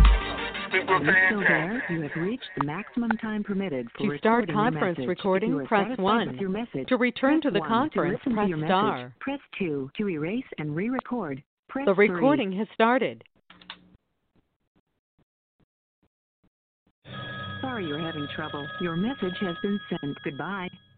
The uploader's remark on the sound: TNTSuperfantastic Conference Call